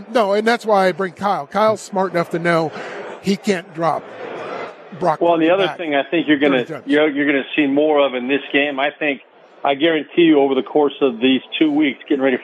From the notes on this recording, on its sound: Live from Radio Row Super Bowl 58.